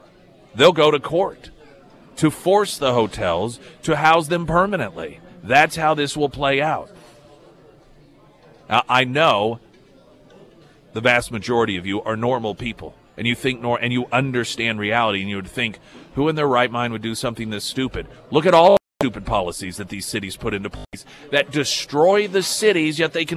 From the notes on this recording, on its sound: live at Scramblers Diner for the Friday Road Show